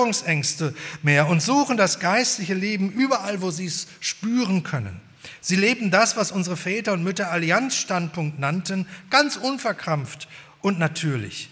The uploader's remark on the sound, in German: bei der 120-Jahre-Feier der Liebenzeller Mission